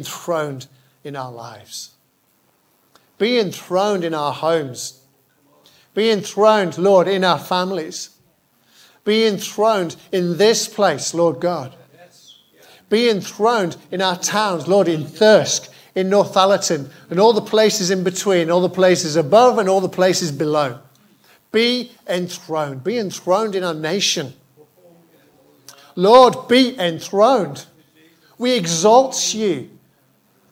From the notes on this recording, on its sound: Preached at Hollybush on 13th February 2022, my first at the church.